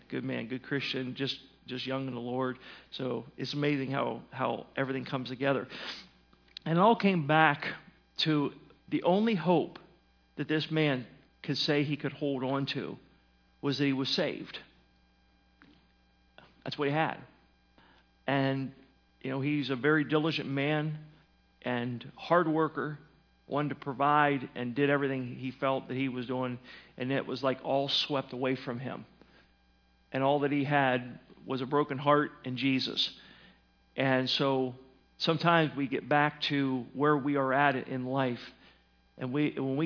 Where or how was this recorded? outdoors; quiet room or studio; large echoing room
large echoing room